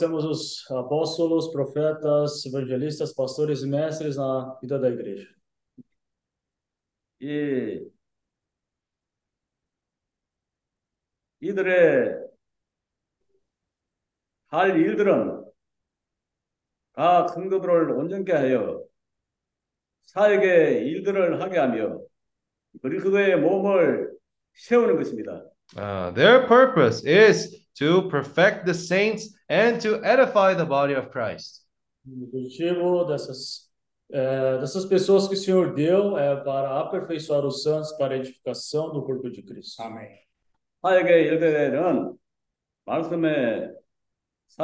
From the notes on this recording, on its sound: Zoom meeting.